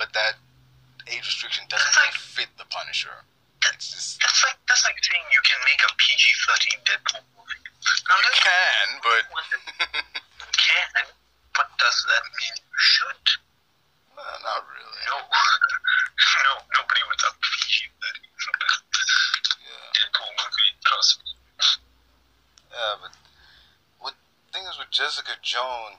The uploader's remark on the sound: Have a discussion over the phone due to us not being able to meet in person because of the ongoing global bastard so excuse the inconsistent audio.